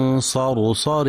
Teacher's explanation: في كلمة صرصر لتفخيم كل الكلمة ما عدا الراء الأخيرة المنونة بتنوين الكسر فإنها مرققة